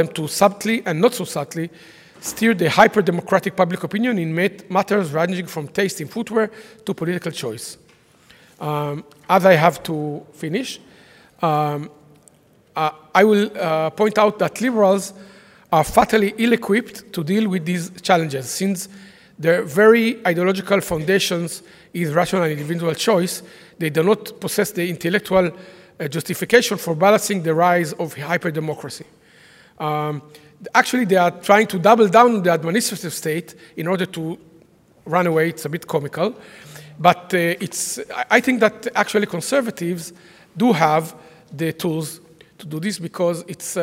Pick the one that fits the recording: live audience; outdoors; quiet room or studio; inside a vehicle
live audience